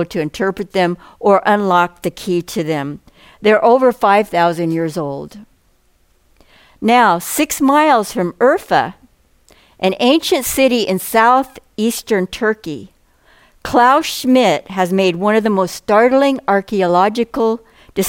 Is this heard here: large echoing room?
yes